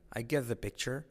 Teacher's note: La T de get casi no se dice